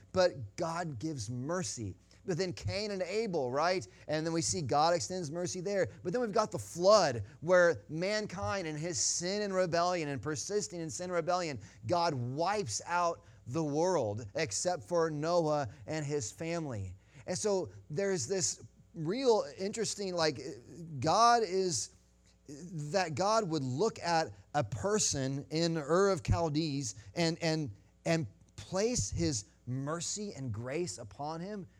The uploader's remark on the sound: Sunday Morning Sermon Audio